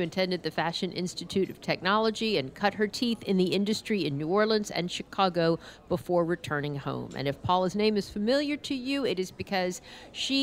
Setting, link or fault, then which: setting, busy venue